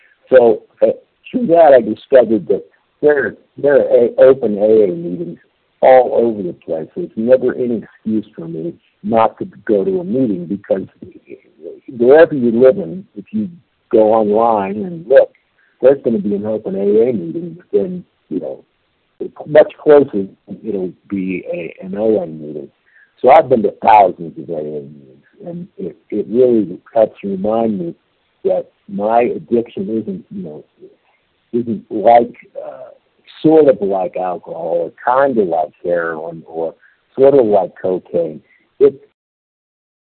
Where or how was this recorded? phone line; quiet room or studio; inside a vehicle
phone line